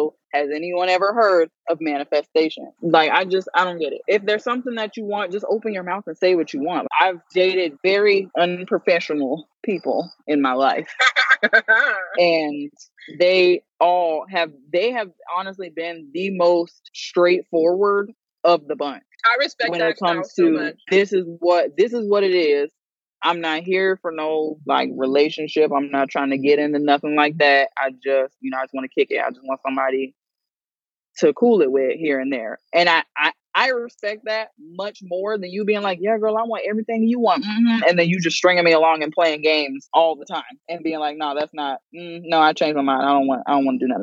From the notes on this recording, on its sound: Sit and chat with us as we drive and run errands in our "carcast" episode.